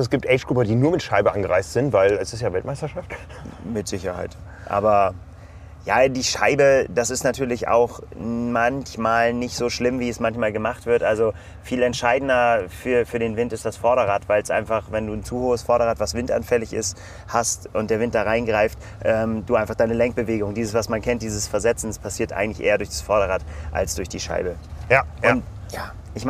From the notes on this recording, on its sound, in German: Mit dem Auto durch die Wüste Utahs. Da müssen Zeitfenster effizient genutzt werden – zum Beispiel für eine Podcast-Aufnahme im Auto auf dem Weg zum Schwimmstart. Unsere Eindrücke, quasi live aus Utah.